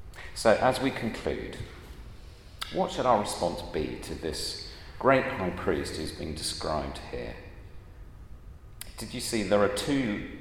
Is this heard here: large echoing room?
yes